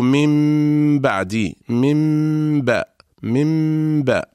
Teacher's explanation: نطيل قليلا غنة تلك الميم المقلوبة، فنقول عوض قولنا من بعد نقول من بعد، من باء، من باء.